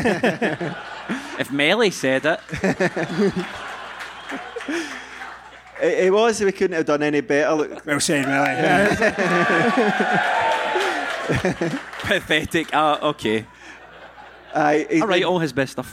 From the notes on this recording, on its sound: End of Season Live Show. Apologies for some of the visual aspects of the show not translating well to an audio medium.